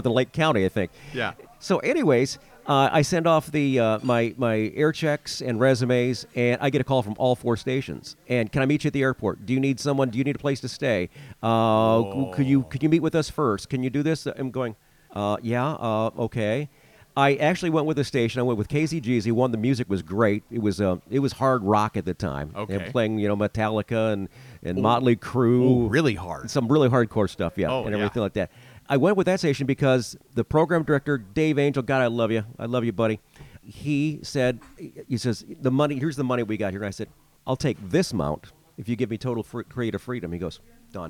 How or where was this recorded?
busy venue